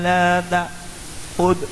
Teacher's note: Dalnya tidak berhenti suaranya.